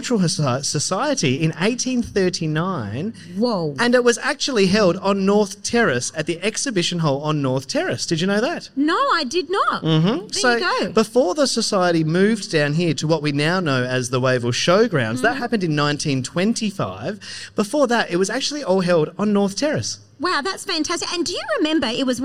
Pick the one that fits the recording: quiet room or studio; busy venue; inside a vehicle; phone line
busy venue